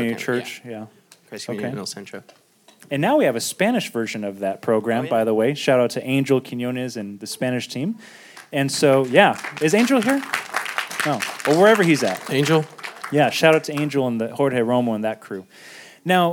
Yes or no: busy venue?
yes